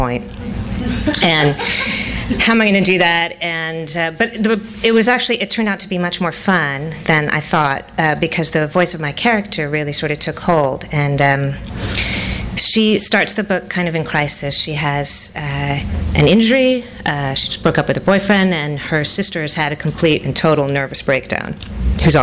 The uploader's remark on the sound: THIS EVENT WAS RECORDED LIVE AT SKYLIGHT BOOKS MAY 16, 2012.